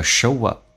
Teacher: Show 跟 up 可以有连音，加个 w 这是元音之间的连音，叫 show up.当然你也可以说 show up,而且说连音它不一定要这么去连，只是说口语化当中为了增加这样的一个流畅性， show up now and then.